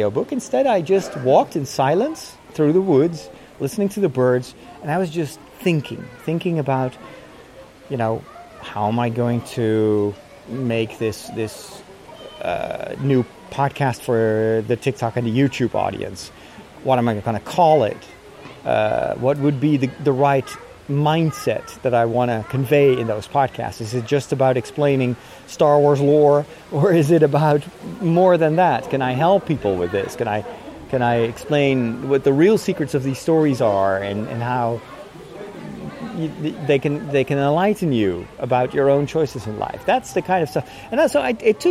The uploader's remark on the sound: During my walk today, recorded in Burgers’ Zoo in Arnhem